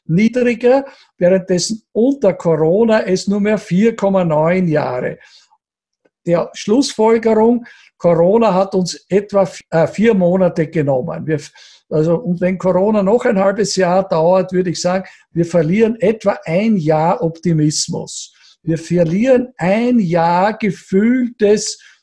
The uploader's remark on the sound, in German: Bei diesem Vortrag handelt es sich um einen Auszug aus dem Online-Salongespräch. Bei diesem Vortrag handelt es sich um einen Auszug aus dem Online-Salongespräch der Generation plus OÖ.